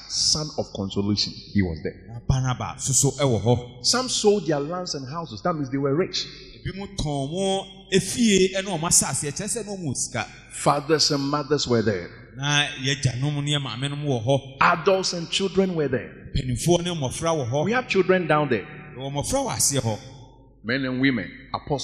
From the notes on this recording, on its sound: Preached at Grace and Truth Tabernacle int.